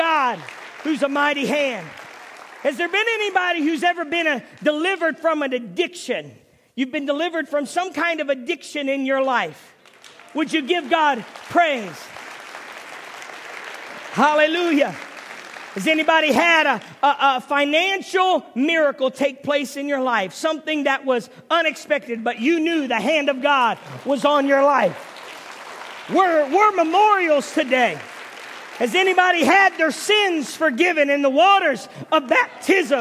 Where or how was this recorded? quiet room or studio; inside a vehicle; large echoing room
large echoing room